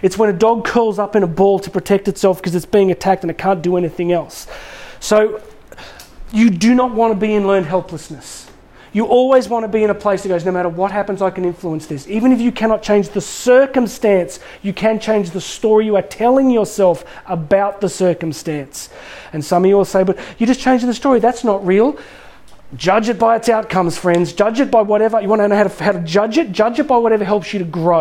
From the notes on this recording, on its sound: In this live recording for a large group of students.